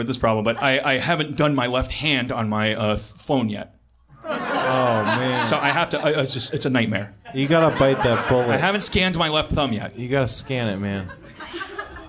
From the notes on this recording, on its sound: an over zealous fan brings hot sauce to the stage